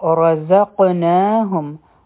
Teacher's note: را به غټه وایو، ځکه چې په دې باندې فتحه ده، زور دی پی.